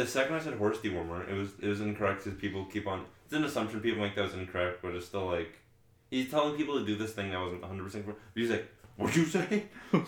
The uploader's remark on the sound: we record our first ever episode with one mic, a laptop, and three guys